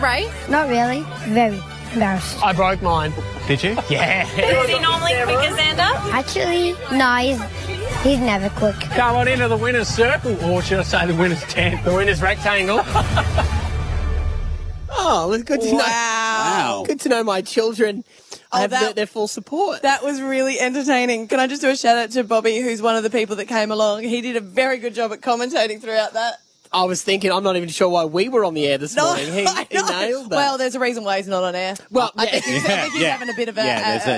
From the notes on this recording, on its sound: LIVE From our Camp out! YO WE CAMPING Y'ALL.